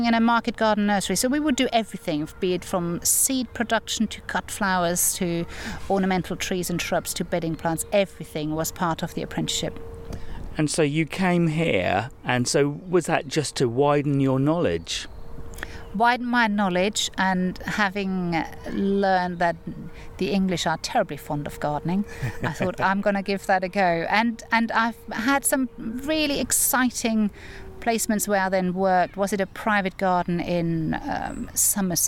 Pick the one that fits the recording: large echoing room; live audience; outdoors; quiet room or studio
outdoors